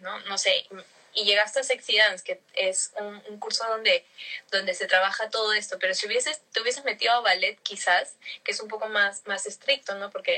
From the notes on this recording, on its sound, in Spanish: el audio del Instagram Live